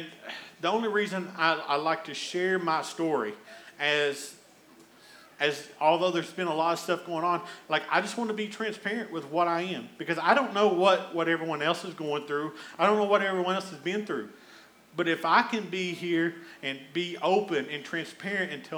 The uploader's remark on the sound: Here is a rebroadcast of our service from August 29th, 2021